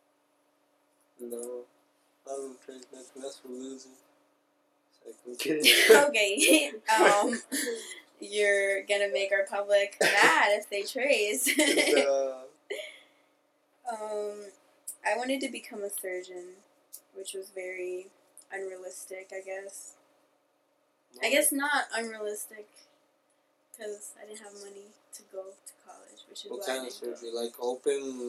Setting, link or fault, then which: fault, poor sound quality